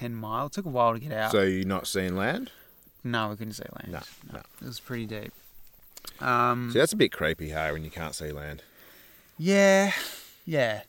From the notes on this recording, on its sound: This week we recorded in the outside studio, under the night sky with the true nature sounds of crickets, night bug life and even a bull telling us to shut the heck up.